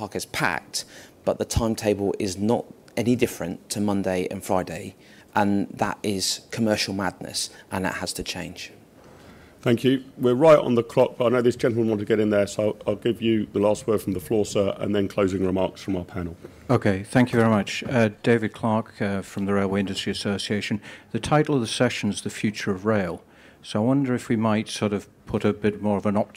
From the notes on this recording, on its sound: This is an audio version of the panel held by the Institute of Economic Affairs at Conservative Party Conference in 2023 on the future of rail.